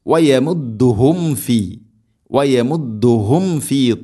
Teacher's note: സാക്കിനായ മീമിന് ശേഷം ഫ വരുമ്പോൾ പ്രത്യേകം മീമിനെ പൂർണ്ണമാക്കി, അഥവാ രണ്ട് ചുണ്ട് തമ്മിൽ തട്ടിച്ച് മീമിനെ പൂർണ്ണമാക്കി ഉച്ചരിക്കണം.